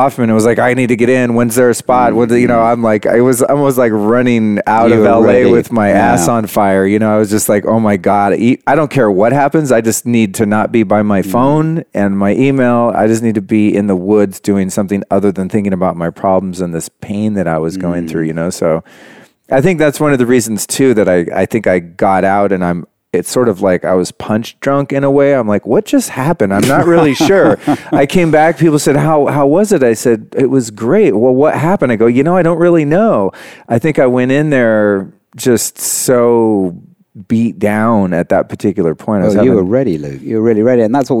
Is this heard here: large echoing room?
no